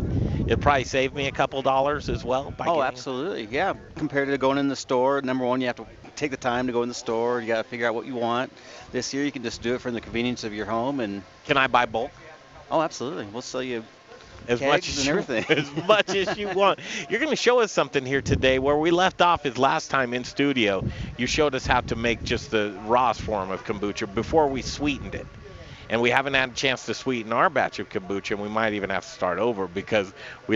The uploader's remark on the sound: We're live from Rocker Spirits in Littleton Colorado!